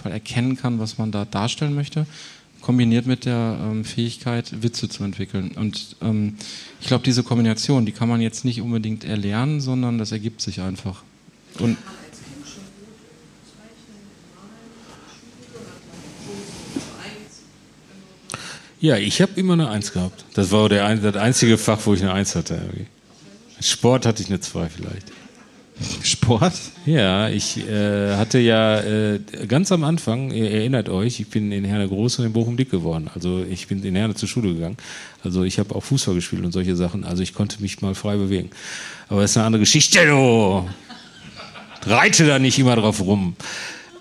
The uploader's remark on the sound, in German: Live in Kassel. Vor Publikum.